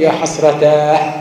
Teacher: يعني يقف بهاء السكت، وهاء السكت هنا بالإشباع.